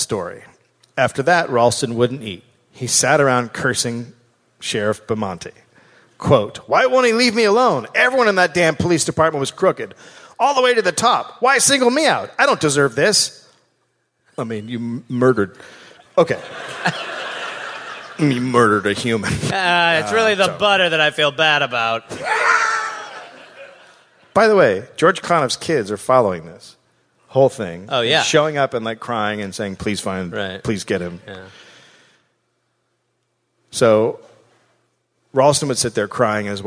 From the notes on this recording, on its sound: Live in Seattle.